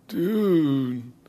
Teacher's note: it's really that change going from low to high to low again that shows how afraid you are of something